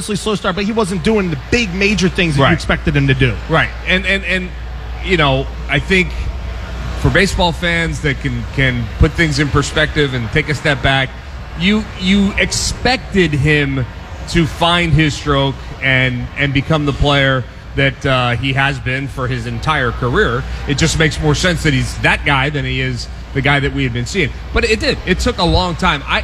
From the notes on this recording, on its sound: LIVE at Xfinity Live! In South Philly.